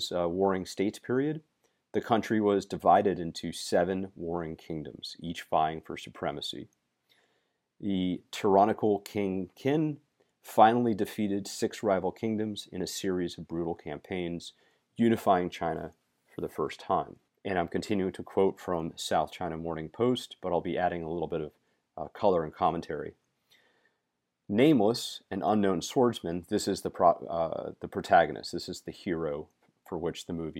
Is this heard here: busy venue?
no